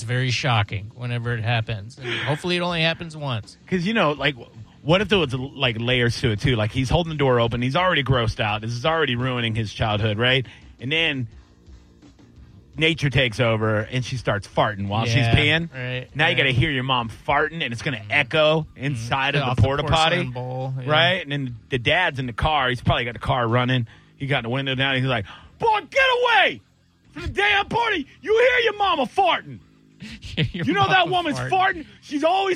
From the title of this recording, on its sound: live phone screening